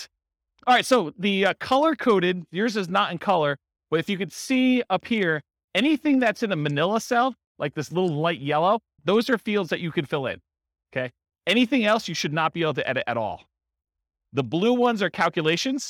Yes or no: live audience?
yes